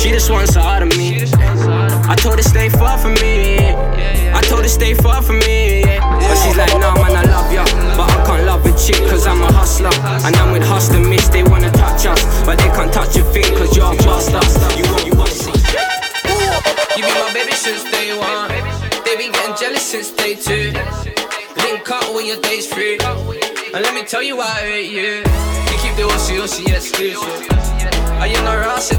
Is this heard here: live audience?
no